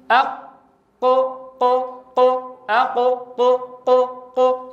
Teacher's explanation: بعد انتهاء زمن الشدة، فتقول أقو فتلحظ اهتزاز الوترين الصوتيين · Term: مجهور